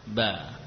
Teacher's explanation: ba yang fathah kita lafadzkan bermula dari makhrajnya, bibir atas dan bawah dipertemukan lalu dibuka, ba. Ini ba yang maftuhah, ba.